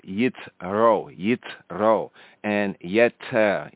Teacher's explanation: It's a soft T sound, it's a tau, it's not a tate, more emphatic.